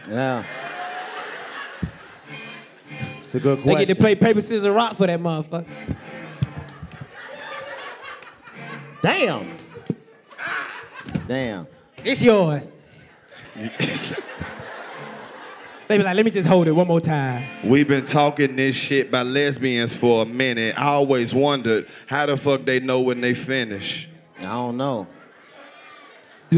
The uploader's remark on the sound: Live from Huntsville Alabama at the Stand Up Live Comedy club featuring stand up comedy, rapping, singing, dancing and a whole lot more from the whole crew.